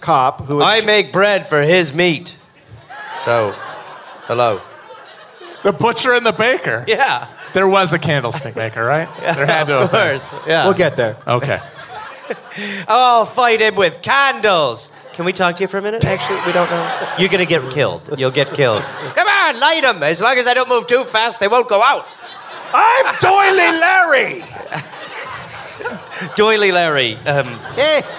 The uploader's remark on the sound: Live in NYC